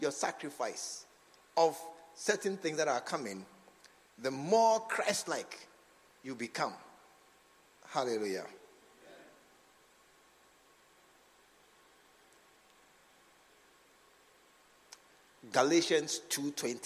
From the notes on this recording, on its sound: A message preached at the SAT service. At the True Vine Cathedral Bantama.